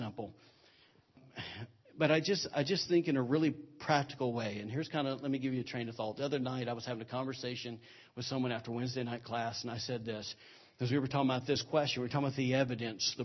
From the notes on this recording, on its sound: recorded on Sunday, February 12, 2017 during Sunday morning service at Celebration Life Family Church